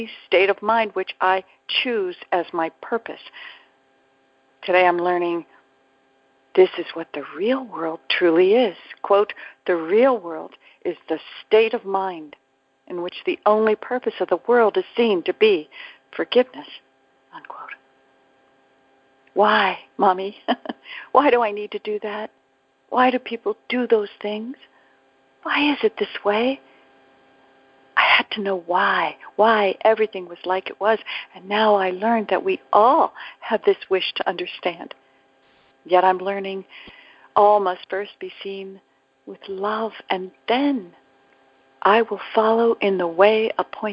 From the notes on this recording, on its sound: ACIM Daily TEXT Conference Call.